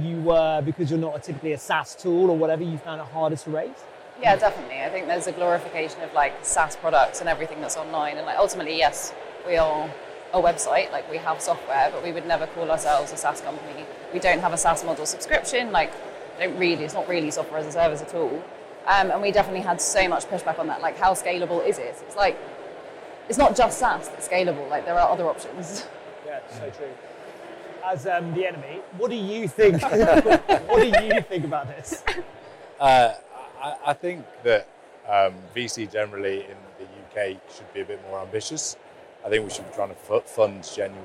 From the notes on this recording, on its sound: we were live at the 2022 Sifted Summit in London